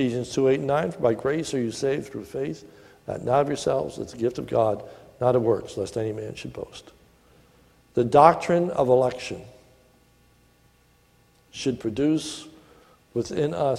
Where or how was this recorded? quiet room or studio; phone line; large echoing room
large echoing room